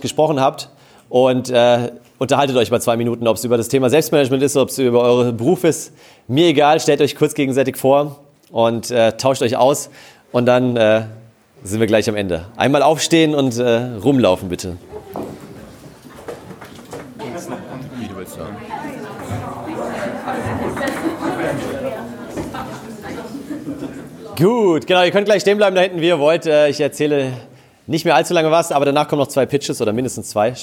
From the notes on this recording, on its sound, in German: In dieser Episode hörst du den Mitschnitt der Keynote. Auf dem letzten Sidepreneur Meetup in München.